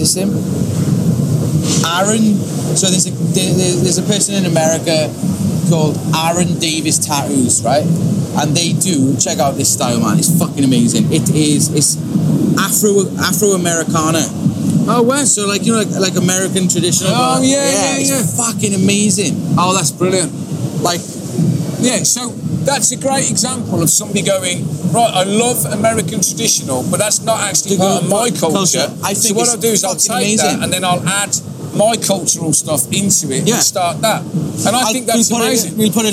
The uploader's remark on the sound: Live from the BIG LONDON Tattoo Show!